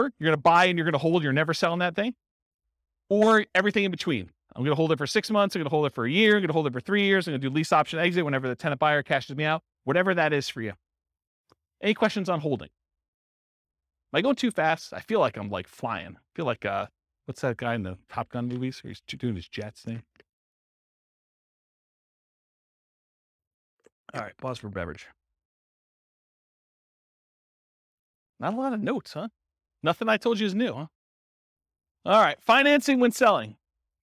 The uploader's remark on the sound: Real estate entrepreneurs in Brandon, Florida. This was a live class recorded. The live in-person version.